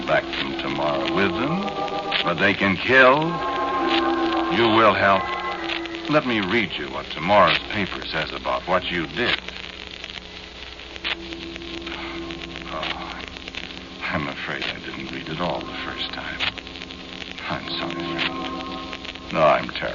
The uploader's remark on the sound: Audio is good for a change, only a little record noise and static.